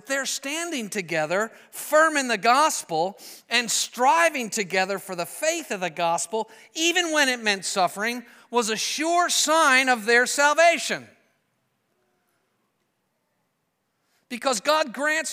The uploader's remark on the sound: preached this sermon at Covenant Fellowship Church on April 2, 2023